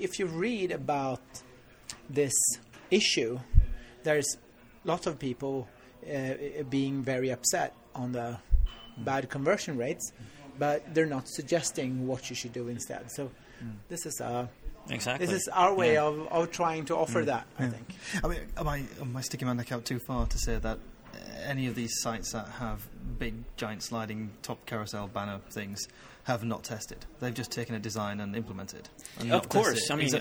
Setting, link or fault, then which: setting, busy venue